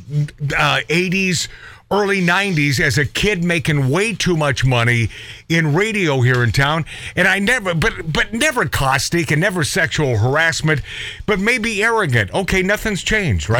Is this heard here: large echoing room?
no